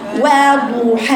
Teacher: وضحى شوفي ضحى ها وضحى وسطا وضو وضو وافتح الواو وضو حا ها و بفتح الواو اولا بقول و بقول ما بقولش وضحى ما بقولش ما بختلسش الواو فتحت الواو بقول وضحى